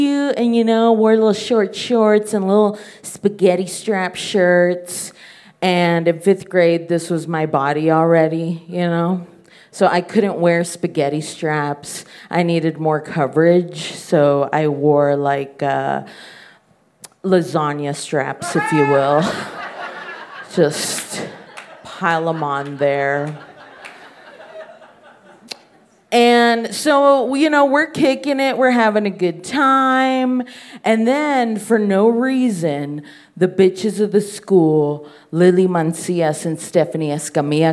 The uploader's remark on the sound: Told this story live on 25 August 2018 at High Plains Comedy Festival. Told this story live on 25 August 2018 at High Plains Comedy Festival.